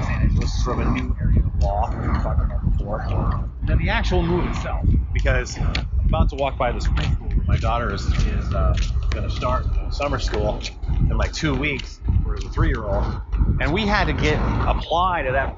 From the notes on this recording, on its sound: Just a warning the sound quality on this is abysmal. I'm walking next to a busy road for most of it with apple airpods.